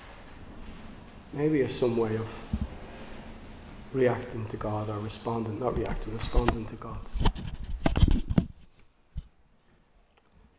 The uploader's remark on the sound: Recorded live in Liberty Church on 29 May 2022